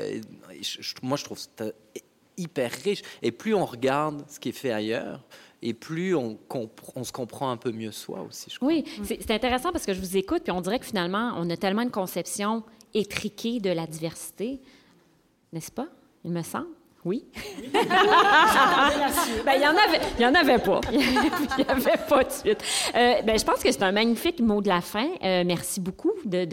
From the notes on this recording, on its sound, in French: Cette table-ronde est enregistrée directement de la Capsule, durant le Festival cinéma du monde de Sherbrooke, au printemps 2019.